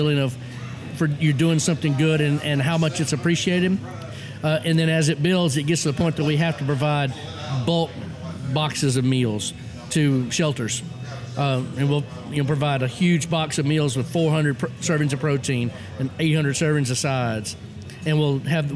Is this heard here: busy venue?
yes